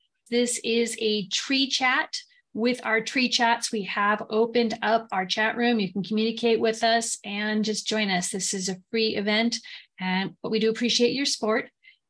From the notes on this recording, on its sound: As we chat with our zoom audience. Live Zoom webinars.